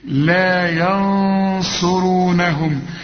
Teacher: شوف النون الأولى سكنة أخفناها عشان بعدها صاد، إنما التانية عليها فتحة أظهرناها